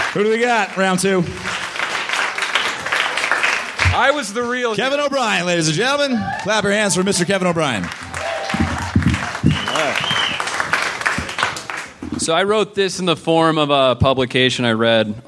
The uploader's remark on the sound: Recorded at the Bug Theater in Denver, October 13,2013.